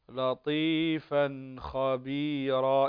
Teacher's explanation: إظهار لطيفا خبيرا بدون غنى